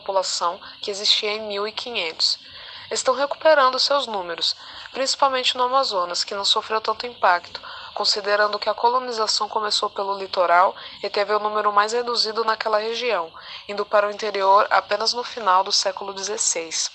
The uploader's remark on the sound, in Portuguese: desculpem a qualidade do áudio